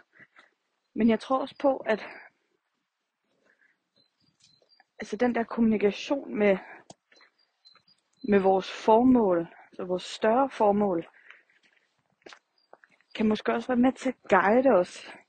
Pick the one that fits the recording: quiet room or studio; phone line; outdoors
outdoors